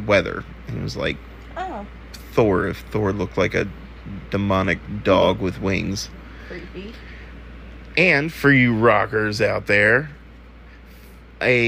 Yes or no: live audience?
no